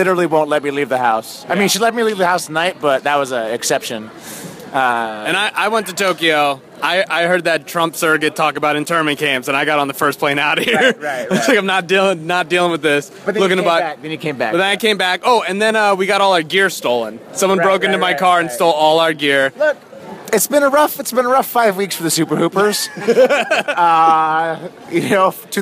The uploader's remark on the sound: Live from the Staples Center!